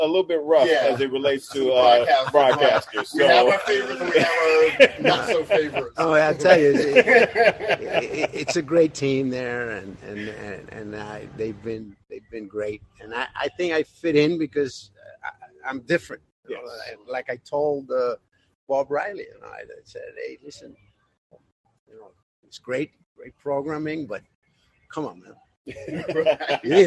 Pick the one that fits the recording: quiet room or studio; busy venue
busy venue